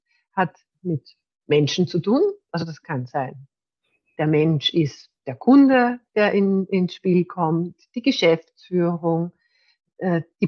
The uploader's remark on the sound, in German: Das Interview wurde als LinkedIn Live durchgeführt